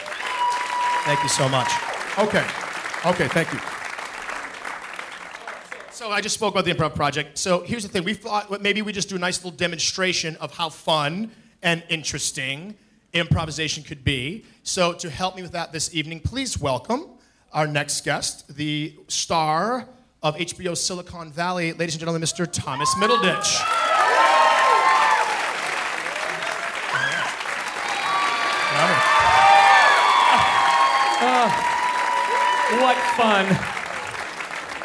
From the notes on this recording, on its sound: Recorded live at Largo in Los Angeles, CA.